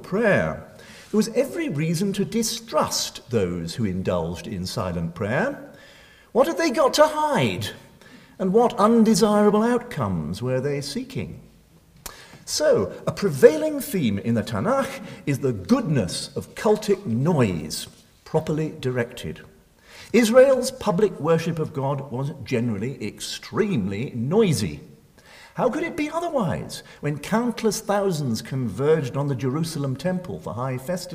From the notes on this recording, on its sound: Recorded Monday 23 April 2012 at St Cecilia's Hall, Edinburgh.